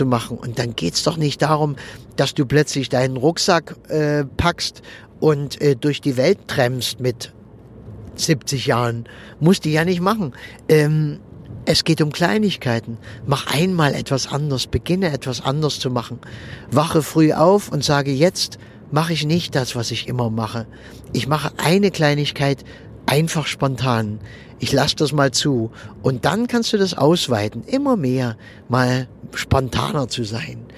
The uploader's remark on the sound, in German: wenn ich mit meinem Aufnahmegerät am Straßenrand im Auto sitze, wenn ich während der Autofahrt aufnehme oder sonst irgendwie, dann ist die Aufnahmequalität etwas gemindert.